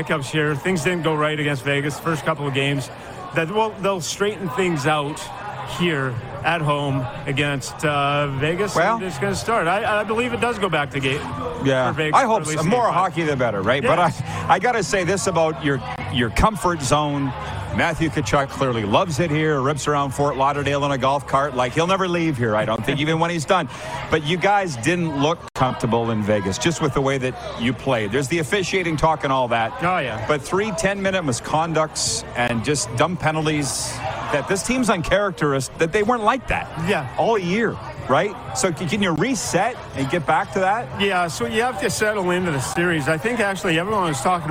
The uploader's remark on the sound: on location at the Pompano, FL Beach House